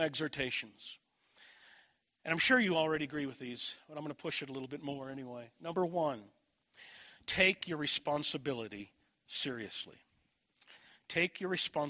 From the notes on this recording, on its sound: This message was delivered at Desert Springs Church, Albuquerque, NM, June 24, 2011.